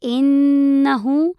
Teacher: هنا لدينا النون المشددة تحتاج غنة بمقدار حركتين